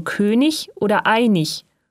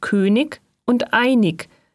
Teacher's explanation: Die Endung ig wird ich gesprochen · Shown in: first take · also König oder einig und nicht König und einig, wie in Süddeutschland meist zu hören.